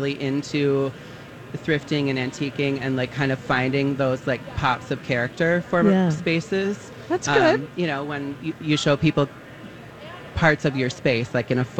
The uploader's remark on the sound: Live from The MPLS Home & Garden Show